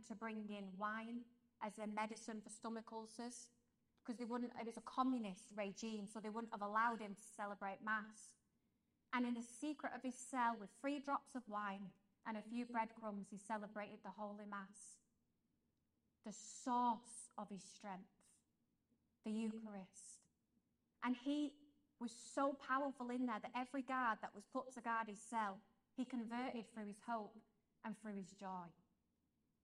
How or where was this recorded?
live audience